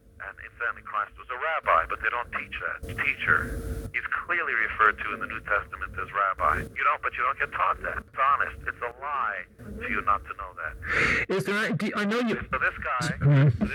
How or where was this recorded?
phone line